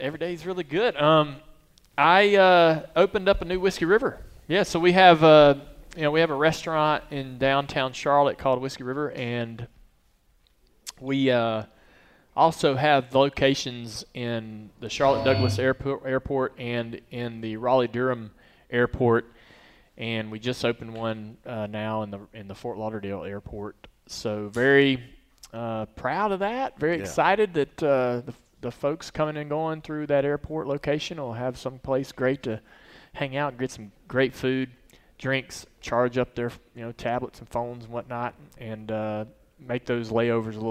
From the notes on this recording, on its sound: Live from Daytona. The Team Chevy Experience at Daytona International Speedway in front of a studio audience.